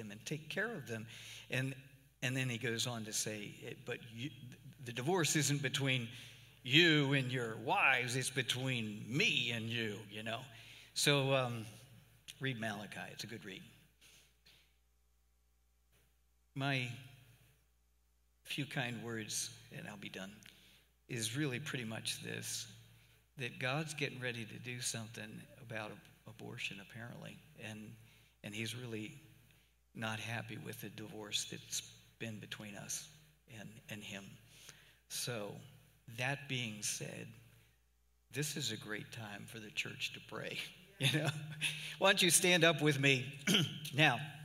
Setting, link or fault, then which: setting, large echoing room